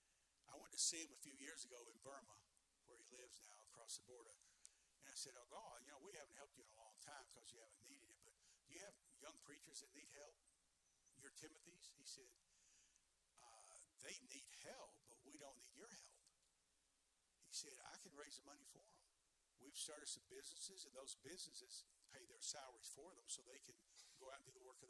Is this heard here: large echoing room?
yes